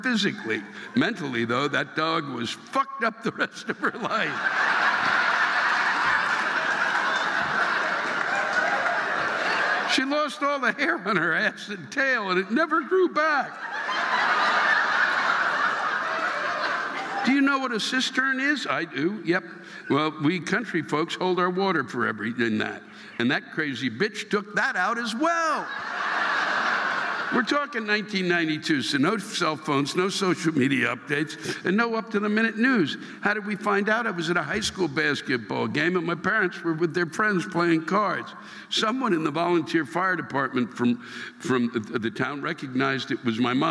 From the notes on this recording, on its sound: The live rants this week come from the Peoples Bank Theater in Marietta, Ohio and the Durham Performing Arts Center in Durham, North Carolina.